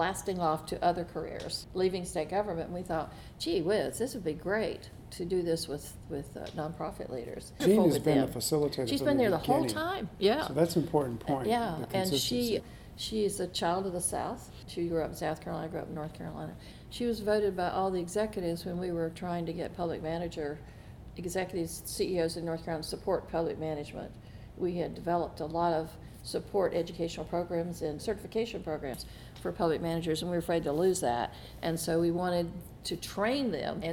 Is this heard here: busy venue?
yes